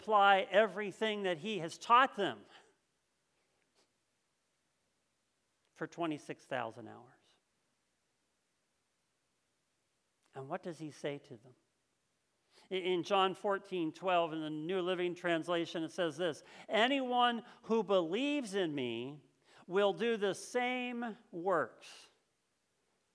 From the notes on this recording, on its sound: This message was first preached on October 3rd 2021 at Linglestown Life Church in Harrisburg PA.